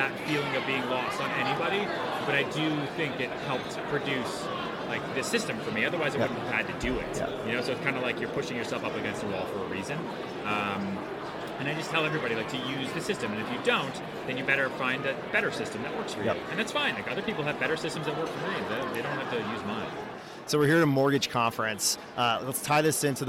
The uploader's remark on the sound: Live from AIME FUSE 2019. Although the interview is loud, as it was recorded in a room full of hundreds of brokers, the conversation is worth the listen. Forgive us for the background noise.